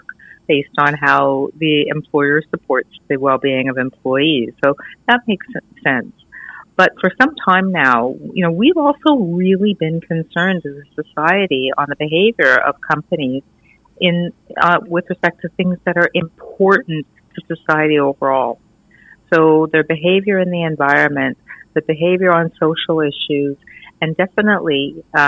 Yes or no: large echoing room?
no